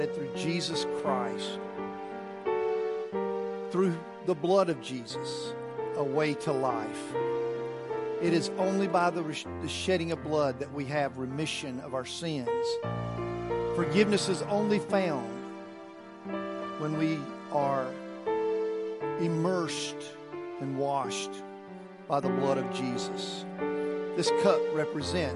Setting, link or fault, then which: setting, large echoing room